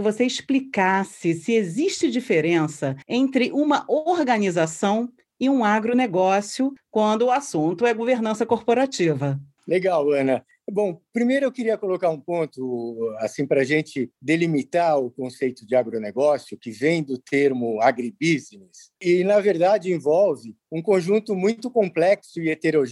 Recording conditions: video call